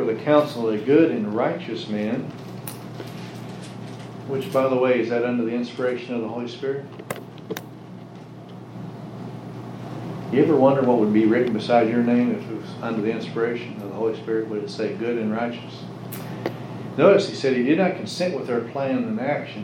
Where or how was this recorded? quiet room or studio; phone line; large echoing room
large echoing room